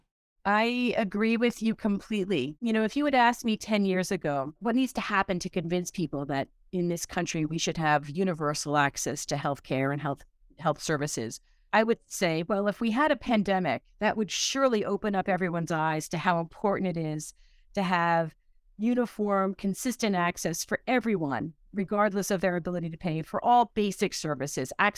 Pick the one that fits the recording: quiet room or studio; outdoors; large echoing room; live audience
quiet room or studio